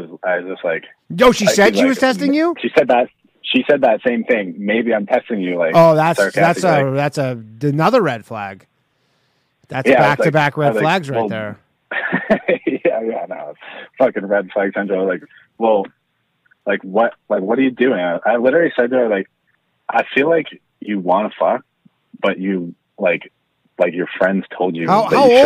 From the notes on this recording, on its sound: The bad advice question/call in show.